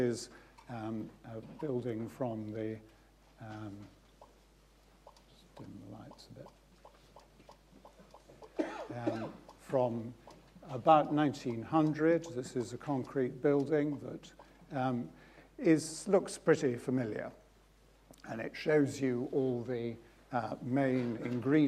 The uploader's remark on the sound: UCL Lunch Hour Lecture